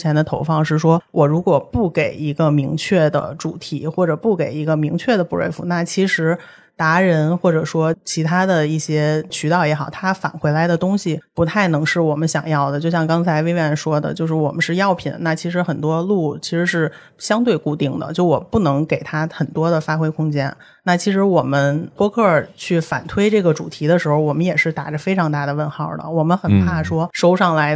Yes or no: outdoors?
no